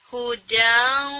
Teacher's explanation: مرج ہو رہی ہے تنوین واو میں لیکن کمپلیٹ مرج نہیں ہو رہی. دیٹ مینس کہ جو نون کی اس کی ساؤنڈ تھی تنوین میں چھپی ہوئی اس کو تو ہم نے چھپا لیا لیکن جو اس کا غنا باقی تھا وہ اسٹل از دیئر، ٹھیک ہے، یس، دیٹ میں غنا فیل ہو رہا ہے اور اس کو ہم نے فیل کرانا بھی ہے، ٹھیک ہے. · Term: انکمپلیٹ ادغام